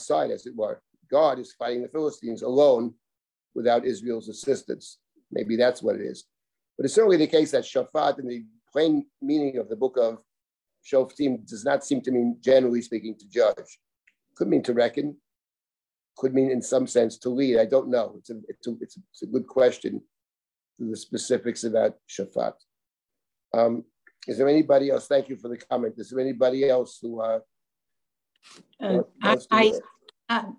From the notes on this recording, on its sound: This audio was originally captured from Zoom